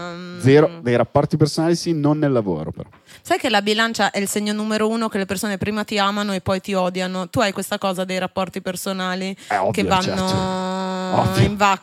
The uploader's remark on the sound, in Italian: In questa puntata LIVE da enoteca/naturale